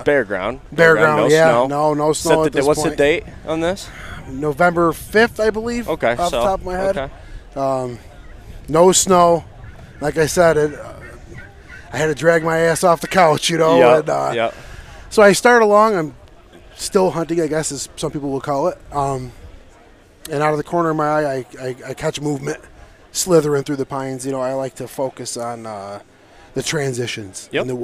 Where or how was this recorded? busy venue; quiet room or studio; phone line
busy venue